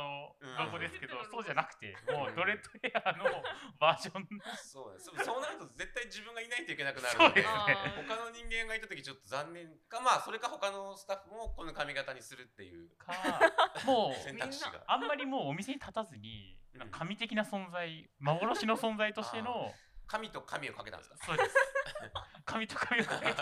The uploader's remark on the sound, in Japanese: はじめてのオフライン収録につき、音声が小さめです。ごめんなさい！！